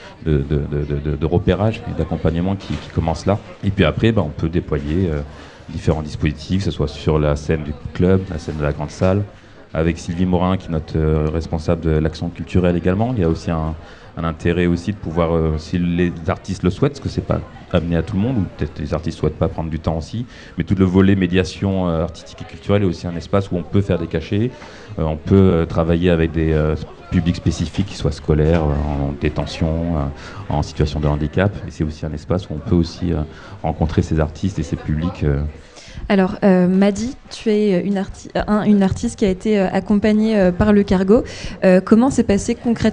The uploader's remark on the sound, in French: La table ronde réalisée aux Ondées, rendez-vous culturel et musical étudiant.